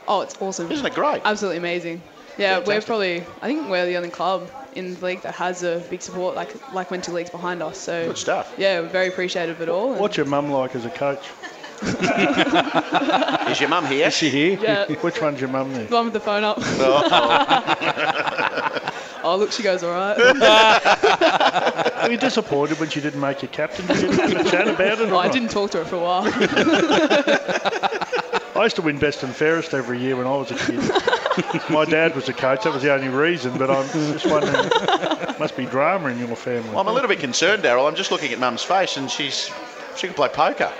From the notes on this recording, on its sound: joined on stage at Wenty Leagues